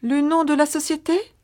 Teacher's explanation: Note the rising intonation to turn it into a question.